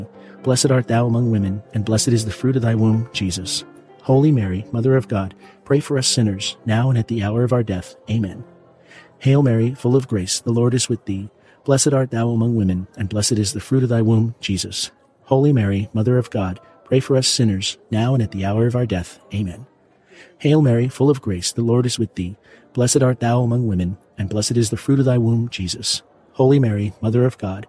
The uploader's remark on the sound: PIANO BAR. Elegant sounds of fine-dining and live piano jazz serve as a refined background along side the rosary.